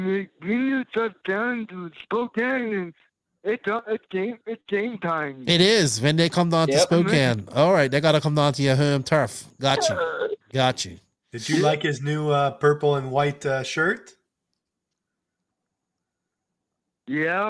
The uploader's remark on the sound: Here is the audio from the last NNRC Hotline. We ended up just chatting and taking some phone calls from the listeners.